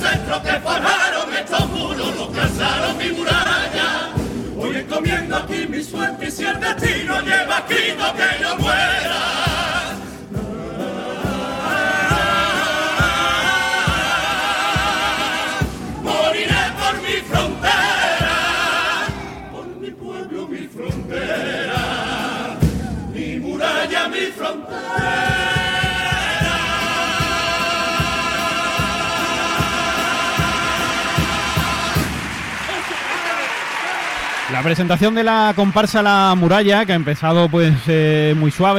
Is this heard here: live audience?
yes